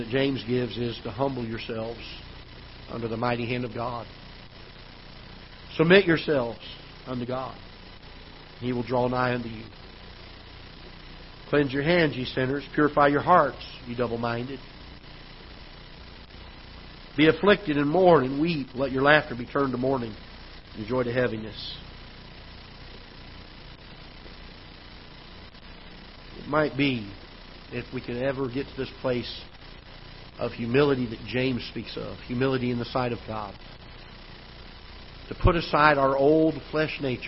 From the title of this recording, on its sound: Ketha Heights Baptist Church ~ Live Broadcast